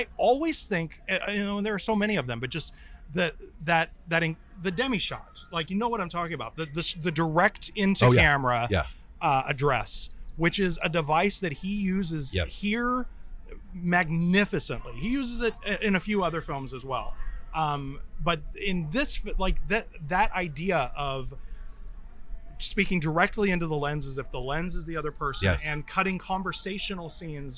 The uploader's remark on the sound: We're back with another episode (recorded) live from SXSW in Austin, Texas.